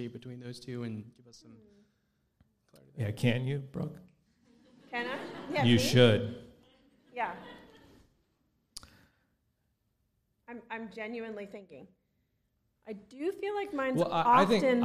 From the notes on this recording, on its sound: Enjoy the first ever live podcast recording from our event on December 23, 2022!